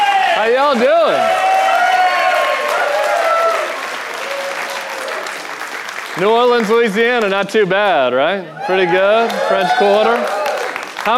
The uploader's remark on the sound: Live from New Orleans. At The Bulwark's live event in New Orleans.